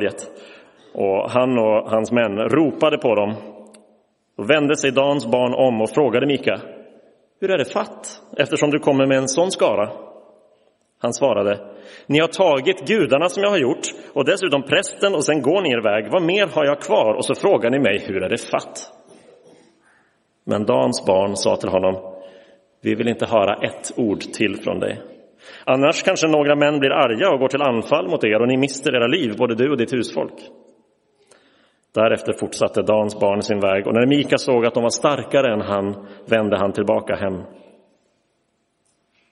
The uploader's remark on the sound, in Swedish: Inspelad i Roseniuskyrkan den 5 februari 2023